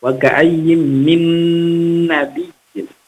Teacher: Double di situ, mentasdir, idgham digunnah, jadi harus digunnahkan, didengungkan. Kita mendengungkannya lamaan. Wa ka'ayyin min nabiyyin itu di sini min nabi nun sukun bertemu dengan nun, maka idgham bigunna dimasukkan atau ditasdidkan lalu didengungkan.